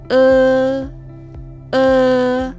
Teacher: para pronunciar la E de pinyin, la boca se mantiene entreabierta y la lengua va hacia atrás.